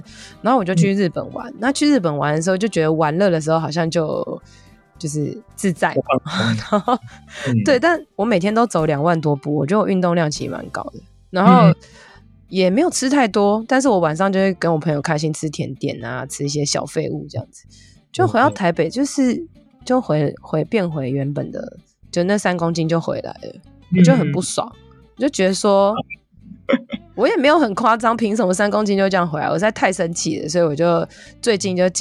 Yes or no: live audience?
no